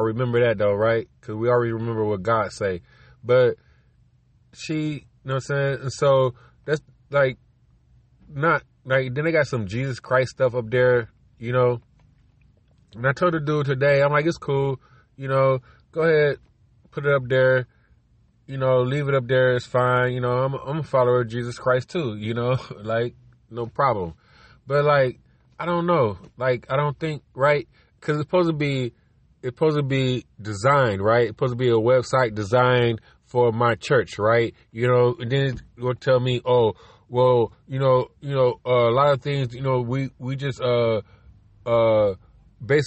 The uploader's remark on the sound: car record in the road